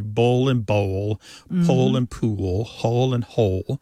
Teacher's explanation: that L at the end of the syllable is what is known as a dark L. So the physical act of pronouncing that dark L kind of requires the back of the tongue to raise toward your soft palate.